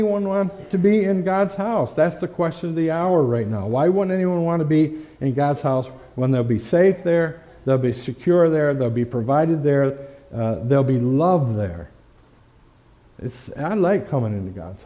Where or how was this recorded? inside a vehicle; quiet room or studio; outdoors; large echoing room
large echoing room